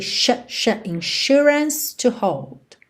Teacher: desse insurance, desse S com som de SH